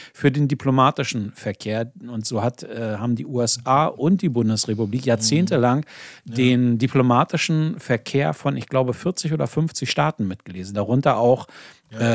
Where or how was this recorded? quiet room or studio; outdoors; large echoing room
quiet room or studio